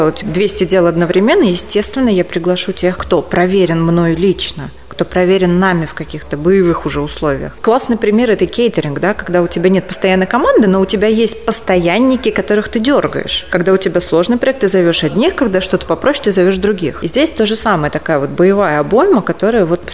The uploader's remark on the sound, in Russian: Записанный на Chefs Team Fest. Москва.